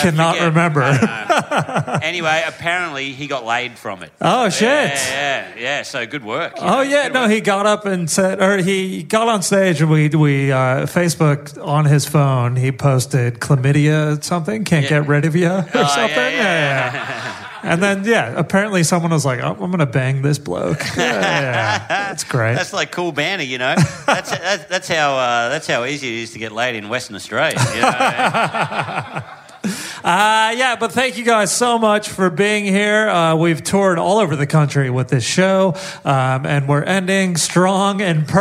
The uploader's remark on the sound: Live in Perth! A killer live episode.